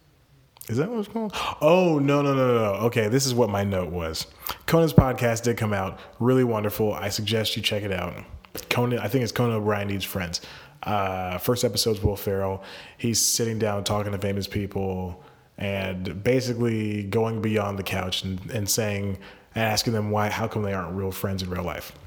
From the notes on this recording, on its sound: Live From the Bathroom. Recording this episode in his bathroom.